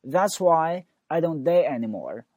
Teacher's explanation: 由 A 到 E 的滑动，所以你先说 A 再说 E · Term: 双元音